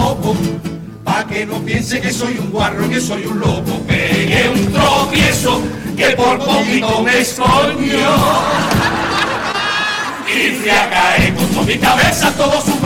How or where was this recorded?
live audience